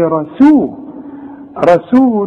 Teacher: اوعى تطلع لي السين بين السين والصاد